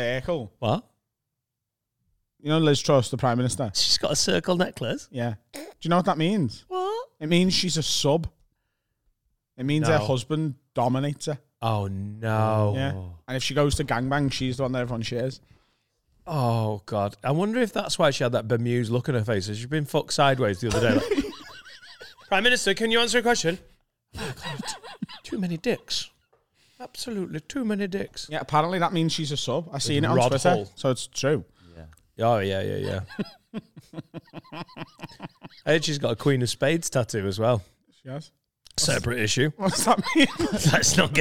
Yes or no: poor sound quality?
no